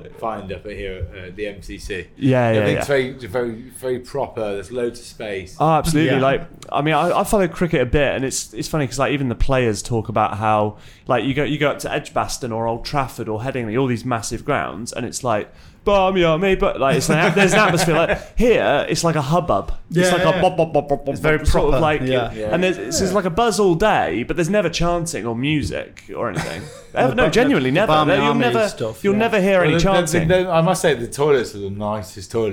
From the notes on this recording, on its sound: are at The Home of Food Festival 2023, Lord's Cricket Ground